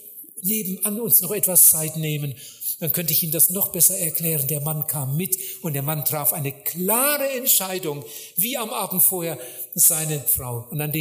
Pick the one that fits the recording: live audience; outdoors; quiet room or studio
live audience